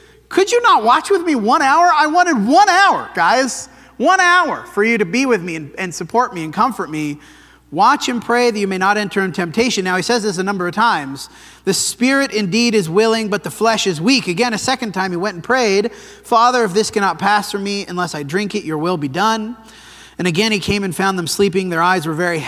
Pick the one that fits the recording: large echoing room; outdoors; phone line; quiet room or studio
large echoing room